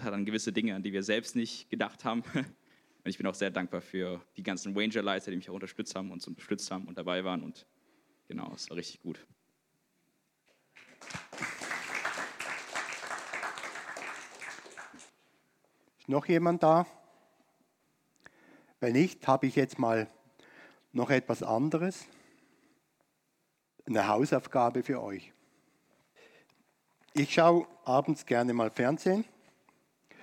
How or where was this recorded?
large echoing room